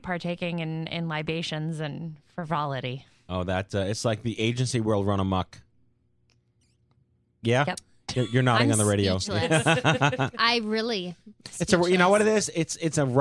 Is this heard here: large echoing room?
no